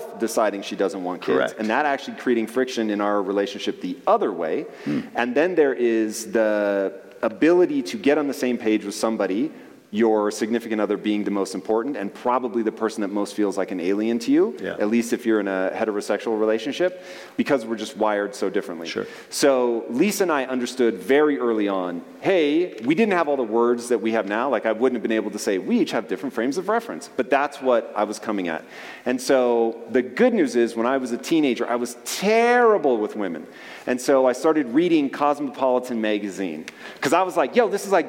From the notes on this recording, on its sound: on stage interview from our 2023 Lake Tahoe Adventure & Mastermind